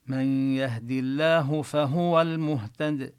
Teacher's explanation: اللام سبقت فيه بالدال المكسورة، سبقت بكسرة، فاللام مرققة